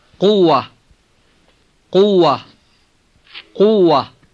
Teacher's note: The first letter is the deep K sound, which we write as Q.